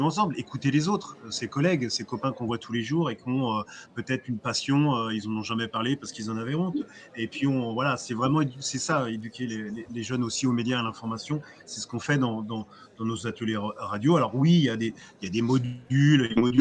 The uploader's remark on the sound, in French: Emission plateau en direct des Assises 2023